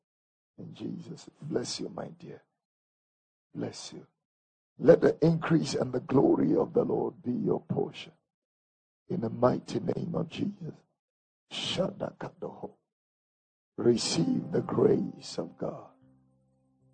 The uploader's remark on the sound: Alabaster International Ministry. During Prophetic Crossover Night Service.